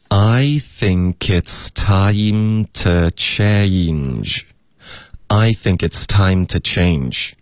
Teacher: 这个 to 我们弱读为 t，然后大家注意 change 有一个双元音。Okay, a.对，a.